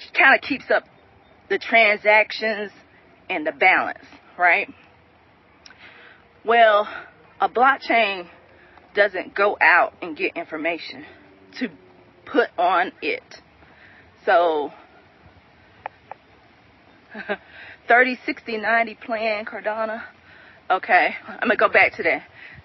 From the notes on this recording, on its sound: I'm walking out here and I'm very precautious of snakes. I am walking in the park while recording.